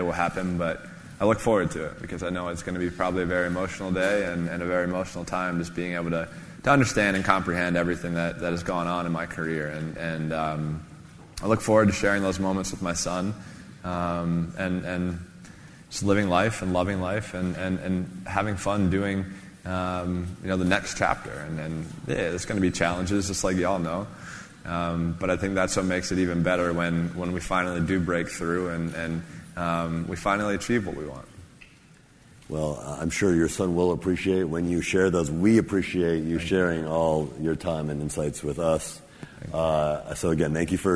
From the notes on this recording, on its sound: In this special episode, we broadcast an interview that took place at the 2016 Forbes 30 Under 30 summit in October. Takes questions from the audience.